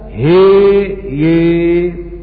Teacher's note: والخلاصة أنها يا هي من فاتحة مريم أمالها شعبة والكسائي